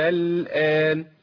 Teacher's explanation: ده اسمه مد لازم، حرف المد جه بعديه سكون